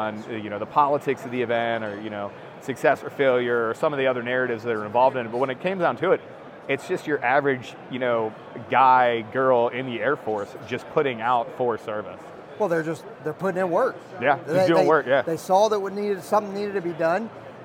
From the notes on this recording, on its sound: at the Airlift Tanker Association trade show and conference